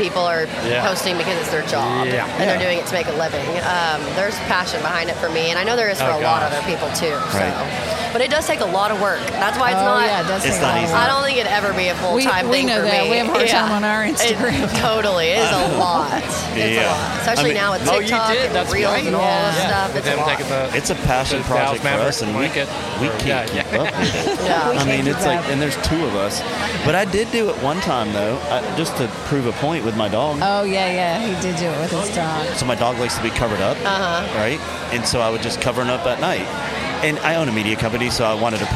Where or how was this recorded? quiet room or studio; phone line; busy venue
busy venue